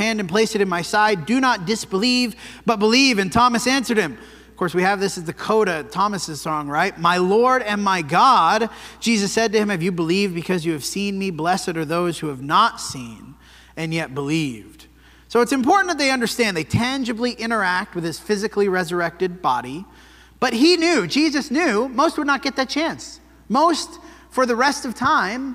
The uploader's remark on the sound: This sermon was preached at the Dewey Church of Christ on February 11, 2024.